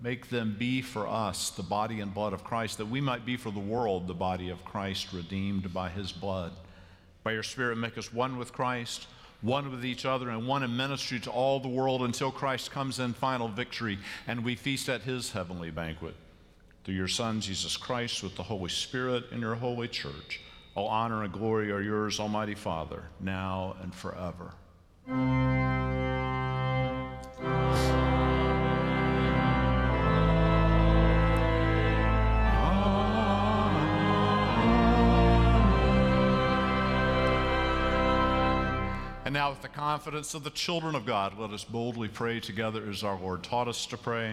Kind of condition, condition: setting, large echoing room